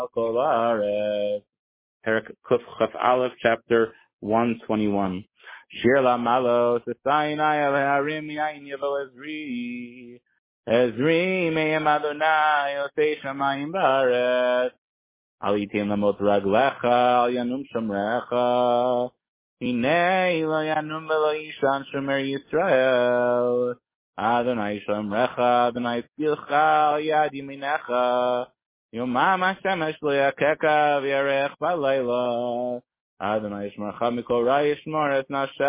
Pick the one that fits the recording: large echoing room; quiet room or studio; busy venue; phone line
phone line